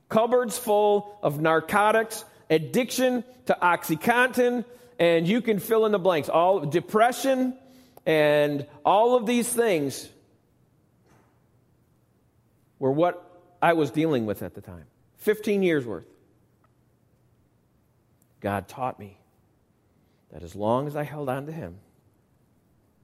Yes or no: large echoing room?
yes